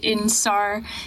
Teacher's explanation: Yeah, so they're actually, in Chinese, they're pronounced in sar, and sar is kind of like sen, which is the word, the number for three, but it has this kind of Beijing colloquial turn of phrase to it. So anytime you hear R, like the letters ER added to something, you know that it's a Beijinger who's speaking to you. And I think that's important to know because in sar is like a very kind of Beijing band.